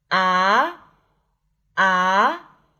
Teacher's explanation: 它的坐标是三到五，也就是从中间往上平着拉，拉到五这个位置。啊，啊，起音不能太低，不能啊，也不能太高。啊啊，这一切呢，都是一种对声音的把控，还是要掌握一些感觉的，并不像弹乐器哈，你弹下什么键就是什么音，也不像歌曲 · Term: 第二声阳平